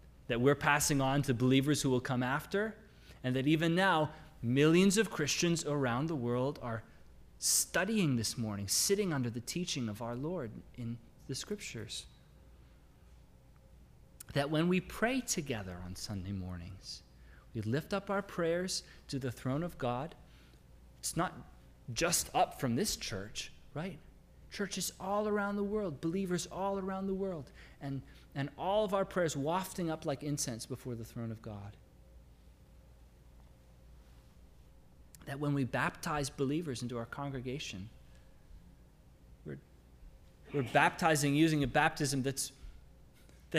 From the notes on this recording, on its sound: Sermon audio from LBC worship service